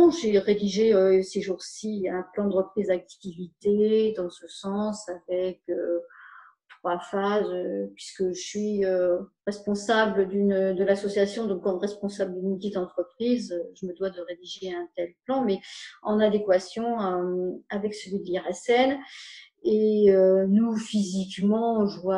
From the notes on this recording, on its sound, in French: Vous voudrez bien excuser la qualité du réseau. Je ne connais pas encore la fibre et il y a eu des coupures chez moi.